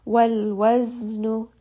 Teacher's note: Wal waznu. Zay here is going to have a buzzing sound, or it also has safir. So we are going to make sure that a little bit of that buzzing sound can be heard.